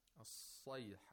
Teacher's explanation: The sod has to be pronounced with thickness.